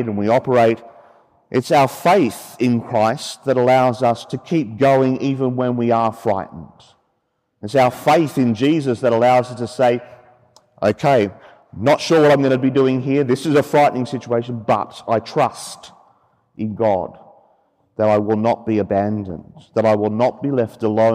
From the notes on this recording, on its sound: from Sacred Heart Cathedral, Hamilton, during which children from the Cathedral Parish celebrated their First Communion